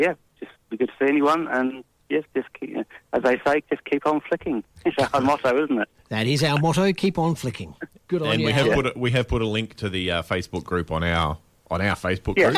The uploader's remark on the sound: Our resident EPL expert is on the phone.